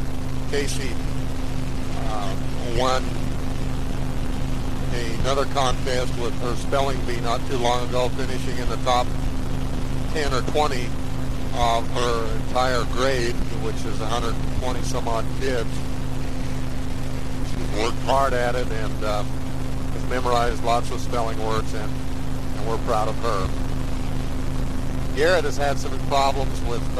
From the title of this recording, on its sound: Driving Home from work